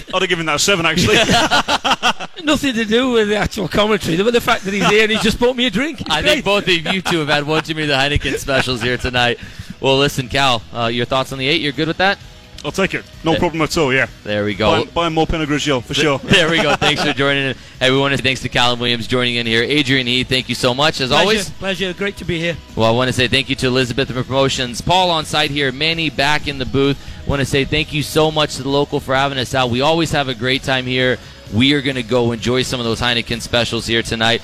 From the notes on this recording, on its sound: Live from The Local in Minneapolis!